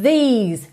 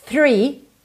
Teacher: These, vocalizado, three, sem voz, ok? Só arzinho. · Term: TH vocalizado